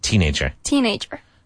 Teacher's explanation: Teenager, with the emphasis at the beginning.